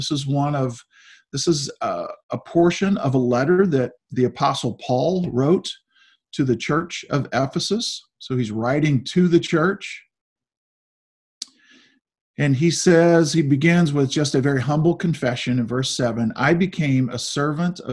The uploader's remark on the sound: Zoom Sunday.